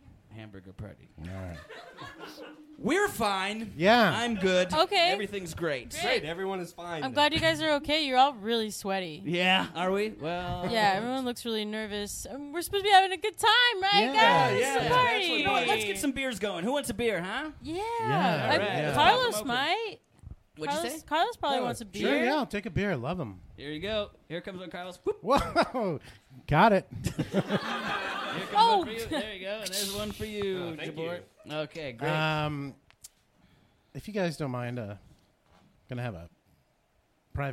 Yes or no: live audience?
yes